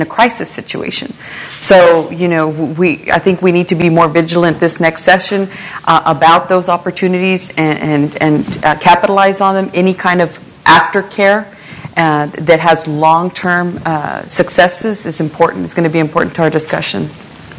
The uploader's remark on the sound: panel at The Texas Tribune Festival on September 22, 2012